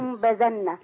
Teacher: انت بتكسري اللام بتقولي لينبذن، ليوم، احنا عندنا اللام مفتوحة